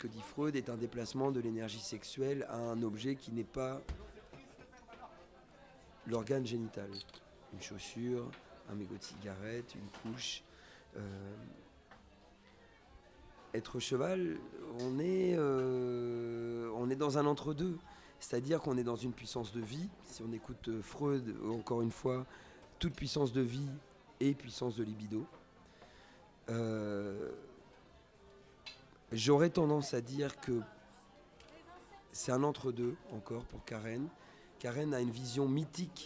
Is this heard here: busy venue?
yes